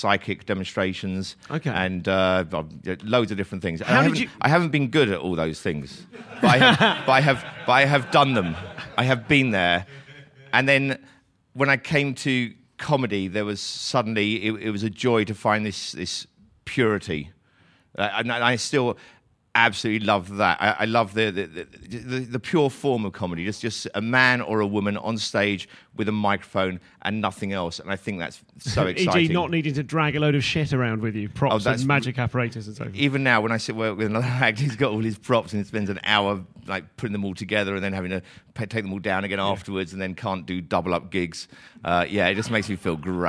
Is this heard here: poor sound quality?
no